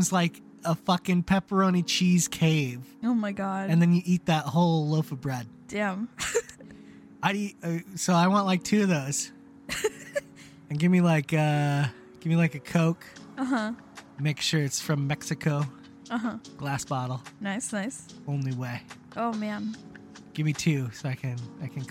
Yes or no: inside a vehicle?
yes